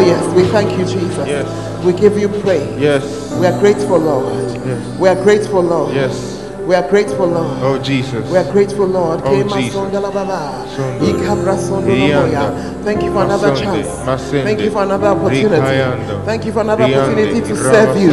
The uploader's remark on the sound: Preached at the Word Alive Service